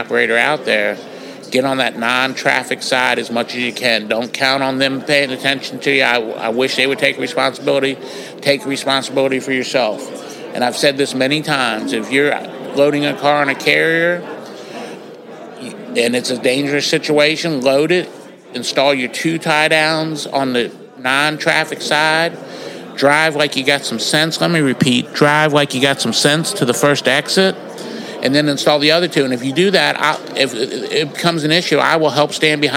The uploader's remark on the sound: SURPRISE podcast interview LIVE from the Midwest Regional Tow Show!